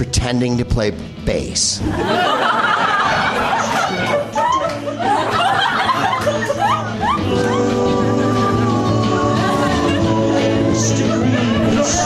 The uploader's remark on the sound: Live from The NerdMelt Showroom in Los Angeles